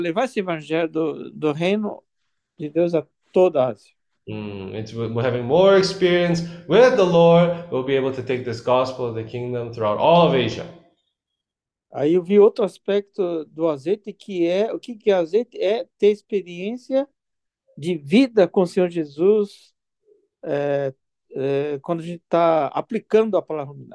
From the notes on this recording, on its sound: zoom meeting